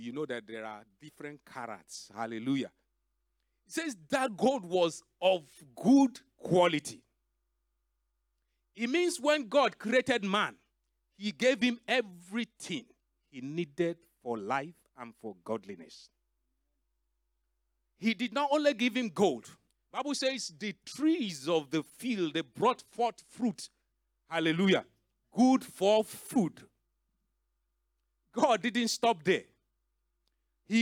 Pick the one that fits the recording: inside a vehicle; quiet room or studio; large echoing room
large echoing room